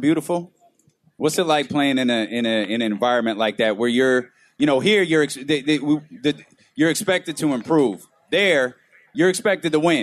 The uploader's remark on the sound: Live At Sports Fest